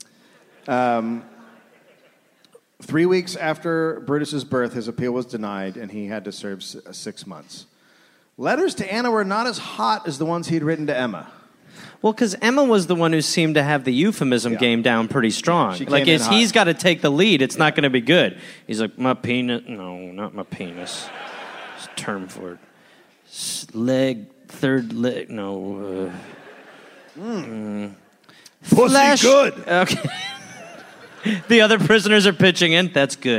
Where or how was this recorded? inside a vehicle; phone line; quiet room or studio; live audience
live audience